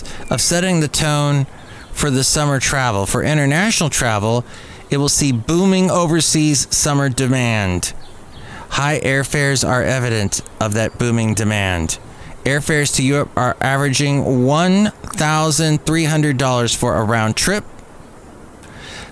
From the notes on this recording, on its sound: podcasts live from Café Anyway